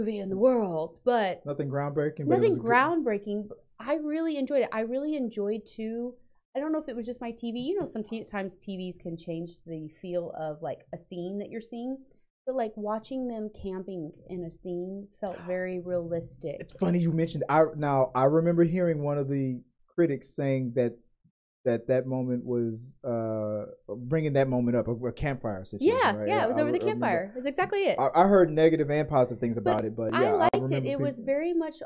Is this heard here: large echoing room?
no